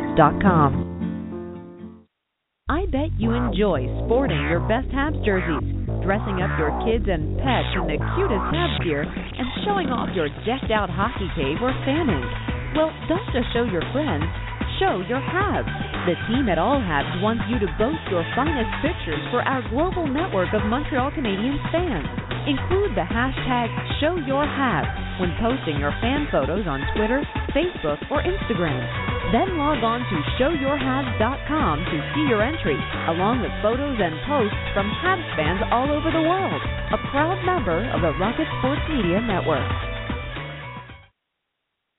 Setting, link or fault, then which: link, phone line